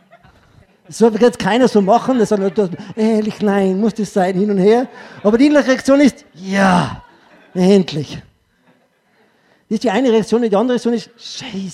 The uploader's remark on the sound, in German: Ausschnitt aus dem ÖGWT-Vortrag "Wirksame Mitarbeiterführung".